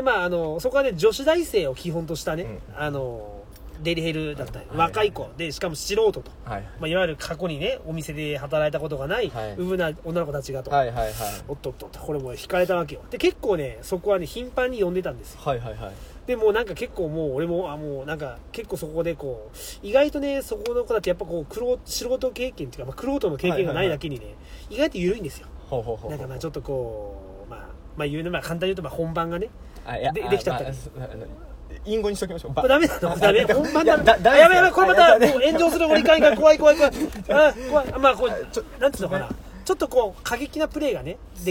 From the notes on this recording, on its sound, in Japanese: いつもの営業車の中で無駄話。